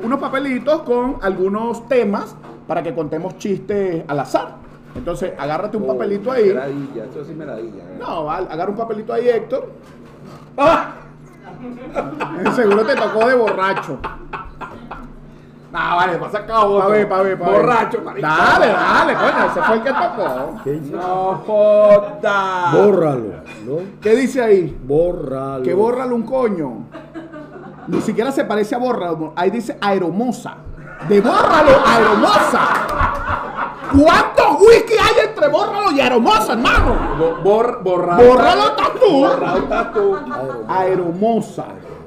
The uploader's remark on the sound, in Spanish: Techo Tres es un programa grabado en vivo.